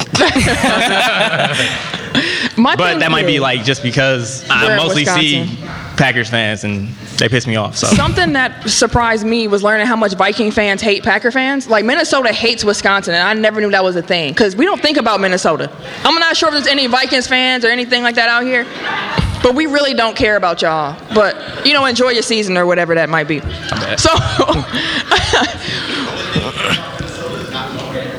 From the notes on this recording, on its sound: We had the honor to perform a live show at the first annual Milwaukee Podcast Festival (MPF), headlined by The Brilliant Idiots.